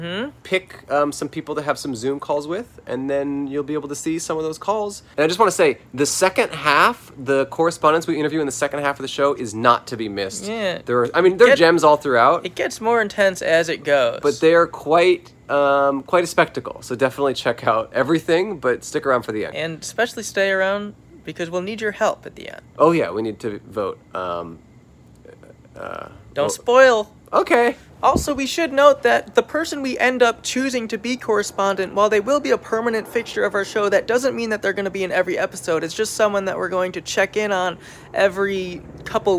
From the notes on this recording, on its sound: backyard in Los Angeles, California